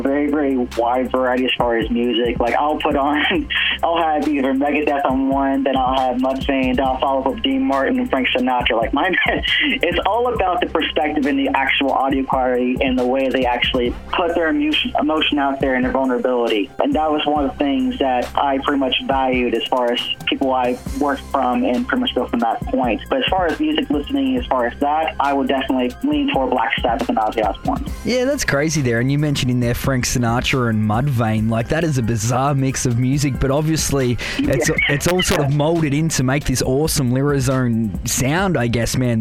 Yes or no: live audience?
no